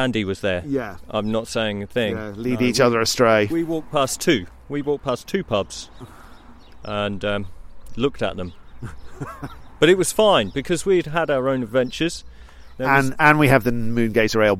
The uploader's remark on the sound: Chats with various festival goers at Deepdale Hygge in late March. Chats with various festival goers at Deepdale Hygge in late March. We start the podcast with the dawn chorus from Deepdale.